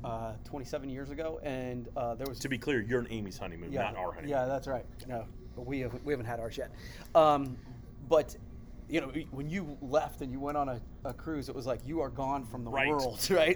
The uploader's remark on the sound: They recorded it on a cruise ship in the middle of the Caribbean while on the inaugural PromoCruise.